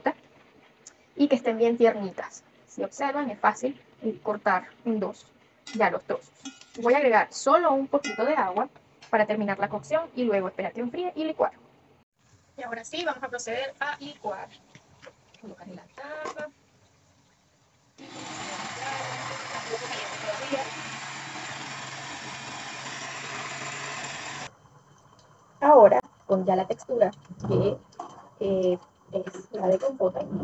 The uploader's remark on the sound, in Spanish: Video recorded with my Xiaomi Redmi 9a cell phone. Video grabado con mi celular Xiaomi Redmi 9a. Editado en la App CapCut.